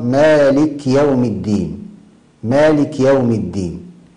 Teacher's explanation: من الأخطاء الشائعة تسكين الكاف